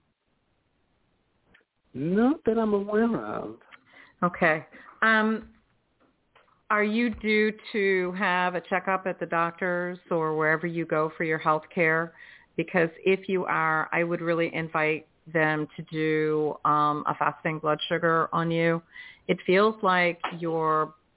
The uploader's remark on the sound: in response to callers' questions